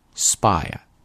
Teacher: 注意这个单词的发音啊， P 是不送气的啊